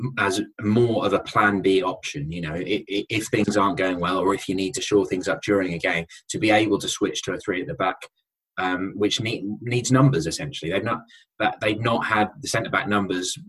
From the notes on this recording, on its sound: in our latest Facebook live Q&A session